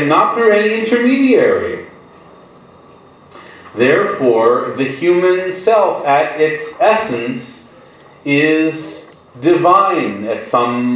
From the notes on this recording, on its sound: This audio was originally recorded on 12/25/2017 as part of Drisha's Winter Week of Learning.